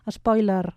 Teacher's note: Amb una E neutra, els que són de parlar central.